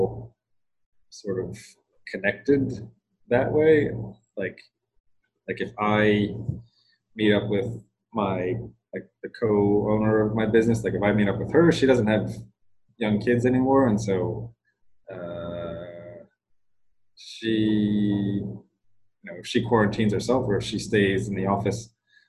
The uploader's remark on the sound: Sorry the audio isn't great! We recorded over Zoom across the planet from one another!